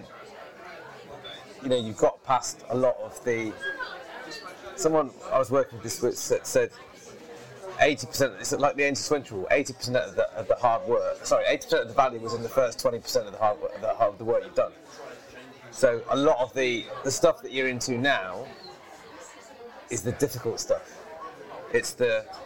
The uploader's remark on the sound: Recorded in the nearly 500 year old pub Ye Olde Mitre in London